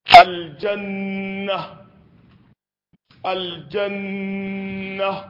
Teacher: nan hukmul mim wan nun al mushaddadatayn hukuncin su gunna ce hukuncin su gunna ce gunna kuma wanda take miqdar harakatayn tana da haraka guda biyu